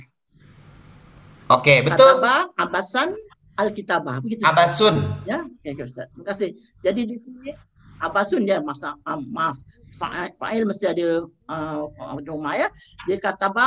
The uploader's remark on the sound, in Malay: Rakaman zoom pada setiap Rabu 8.30mlm (waktu Singapura).